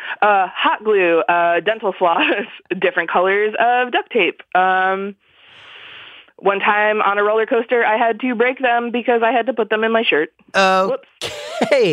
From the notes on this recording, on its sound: Listeners (including a surprising number of aspiring novelists) called in for a series of brief one minute calls.